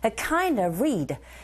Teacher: 전치사 of라는 소리 뒤에 v음 소리가 뒤에 나오는 r라는 자음을 만났을 땐 v의 사운드 자체가 약화됩니다.